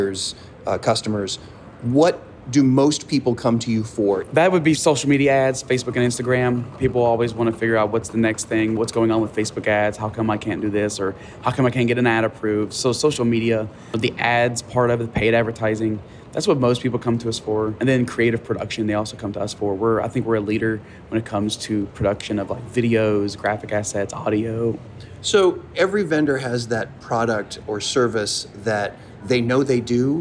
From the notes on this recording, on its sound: This interview was recorded during Transworld